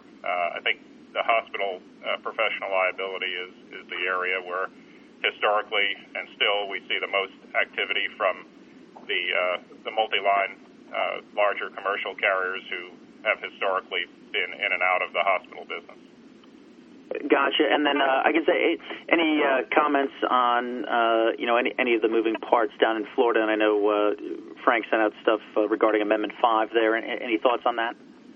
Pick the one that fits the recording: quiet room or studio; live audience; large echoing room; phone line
phone line